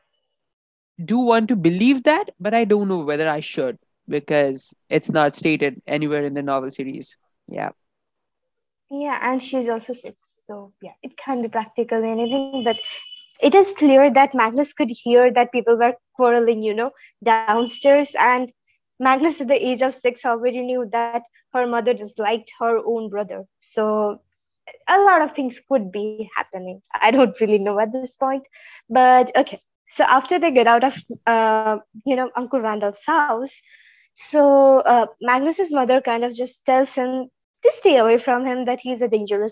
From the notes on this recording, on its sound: sorry for the glitchy audio